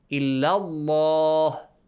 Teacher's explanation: Illah has a fatha. And the word Allah, which is preceded by a fatha, the letter lam is pronounced with a heavy sound